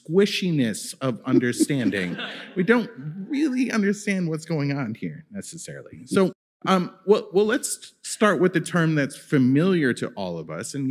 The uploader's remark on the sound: This episode was recorded live at our Night of Worship in Jan.